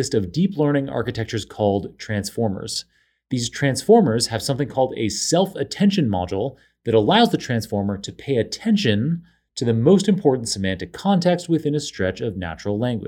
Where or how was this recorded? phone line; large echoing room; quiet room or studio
quiet room or studio